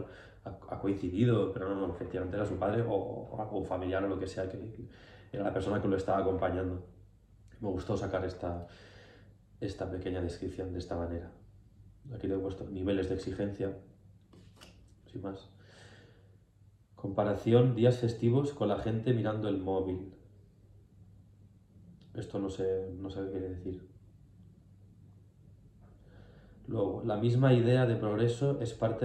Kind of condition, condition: fault, poor microphone